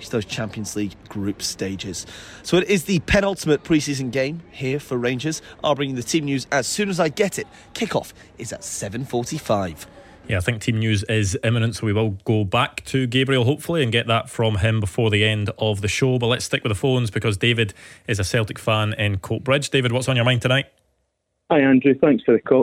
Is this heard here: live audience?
no